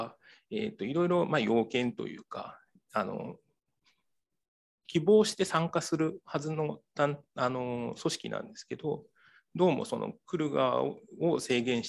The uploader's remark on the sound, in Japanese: 収録場所： オンライン (Zoom)。